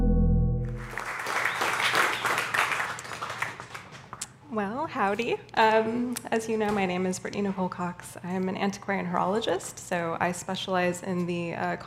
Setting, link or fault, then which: setting, busy venue